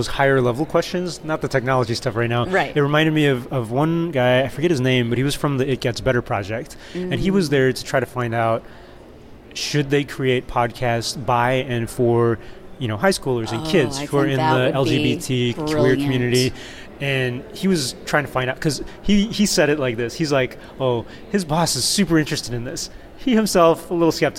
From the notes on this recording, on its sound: SXSW EDU Live. Recorded in the middle of South-by-Southwest (SXSW) EDU 2018.